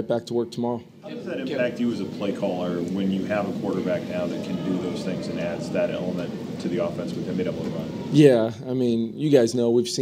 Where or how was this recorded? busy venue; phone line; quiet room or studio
busy venue